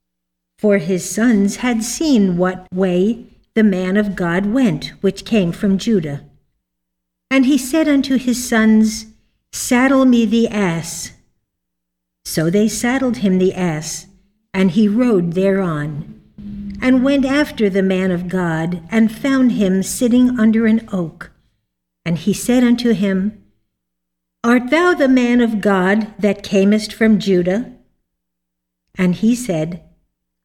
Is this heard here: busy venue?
no